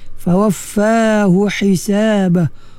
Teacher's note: Hu, pangkal halqum. Ha, tengah halqum.